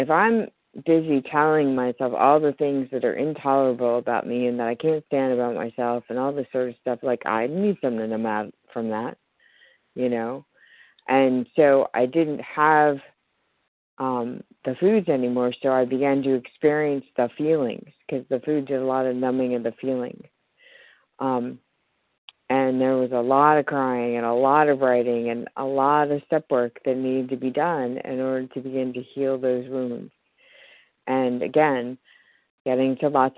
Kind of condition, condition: link, phone line